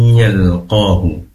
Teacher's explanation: Kemudian qaf dalam hal ini dibaca 2 harokat karena matobi'i. Ha domirnya di sini pendek, tidak dibaca panjang ya